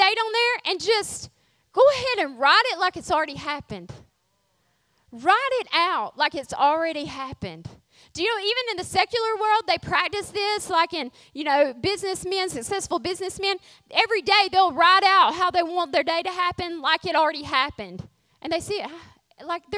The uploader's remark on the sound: Refresh Women's Conference Session 2